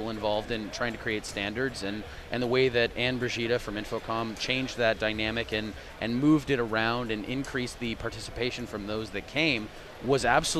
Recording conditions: busy venue